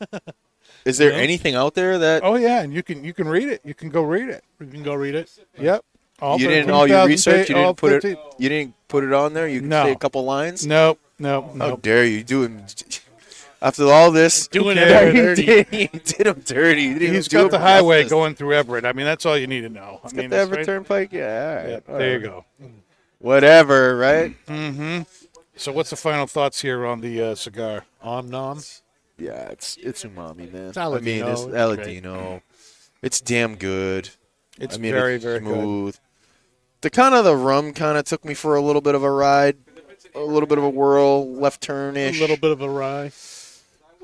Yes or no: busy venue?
yes